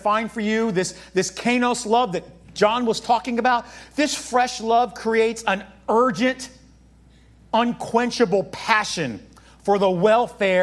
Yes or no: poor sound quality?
no